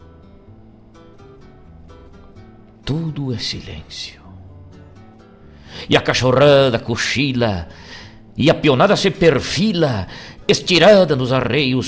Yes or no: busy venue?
no